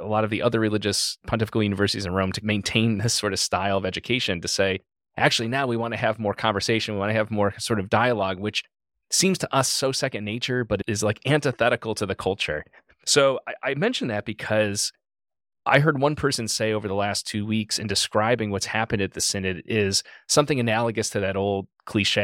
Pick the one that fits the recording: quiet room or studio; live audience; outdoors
quiet room or studio